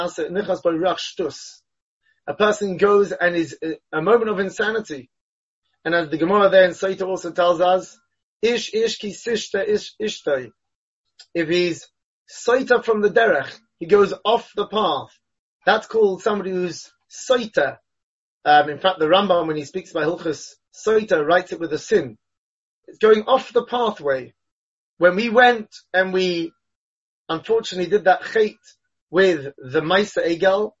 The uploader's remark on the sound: Delivered and recorded over Zoom.